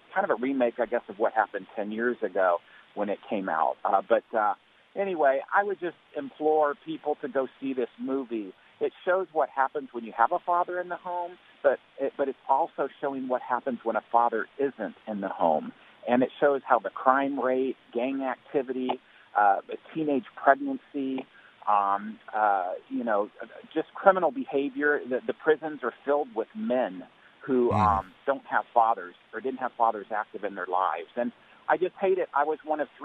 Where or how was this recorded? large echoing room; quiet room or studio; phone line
phone line